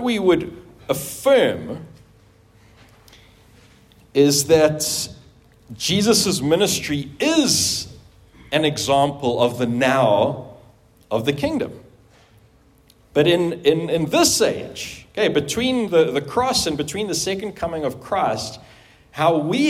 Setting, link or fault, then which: setting, live audience